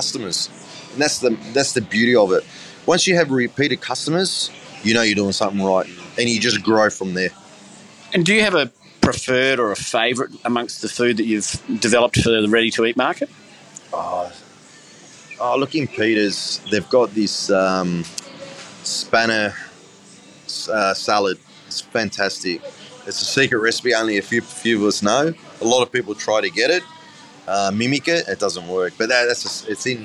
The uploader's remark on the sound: In this episode we are love on location from the Sydney Fish Market.